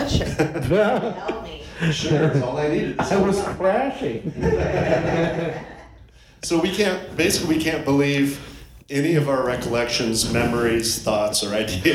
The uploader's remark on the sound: Live from The Pack Theater in Hollywood! For a mini-episode as part of the Podcast Party live show.